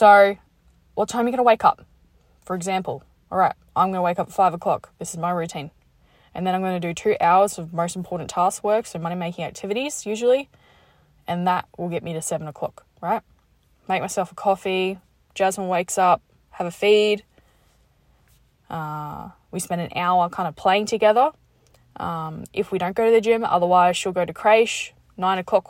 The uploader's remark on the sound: Just got out the gym and recorded this in my car.